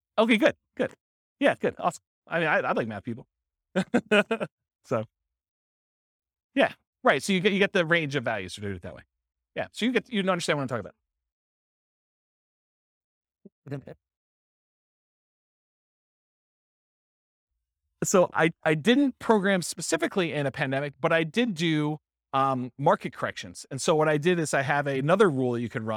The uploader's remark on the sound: This was a live class recorded.